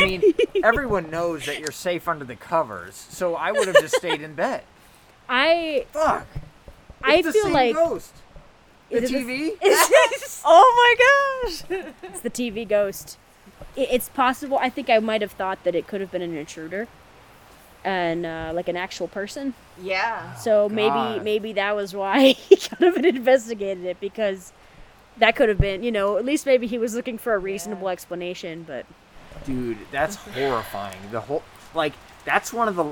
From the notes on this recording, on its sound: We have decided to bring you a bonus episode from around the campfire! Every once in a while, we like to go out into the elements, and record some spooky stories. The audio is unpredictable, the scares are real, and the fire is always nice and warm.